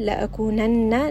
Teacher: noon has a gunnah. So make sure that you bring this up into the nose.